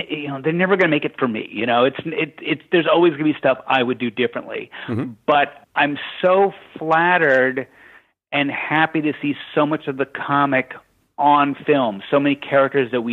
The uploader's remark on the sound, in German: in einem Telefoninterview